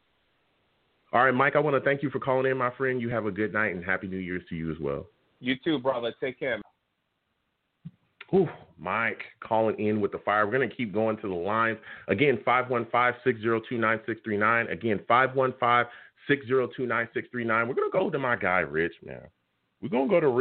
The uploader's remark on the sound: I’ll also take live callers!